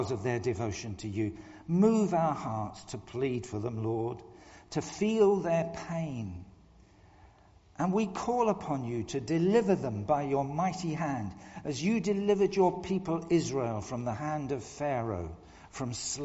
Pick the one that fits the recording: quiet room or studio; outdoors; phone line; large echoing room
large echoing room